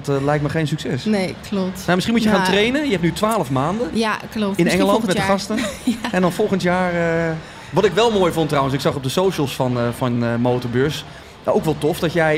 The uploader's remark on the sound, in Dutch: Onze stand en studio op MOTORbeurs Utrecht. Deze MOTORbeurs special is opgenomen tijdens MOTORbeurs Utrecht 2024.